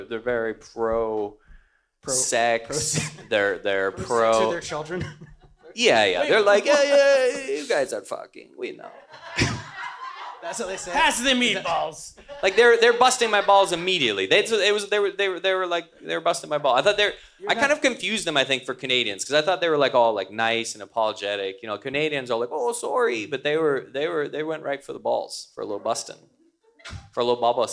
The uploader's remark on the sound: Live From Stand Up NY. Live comedy extravaganza.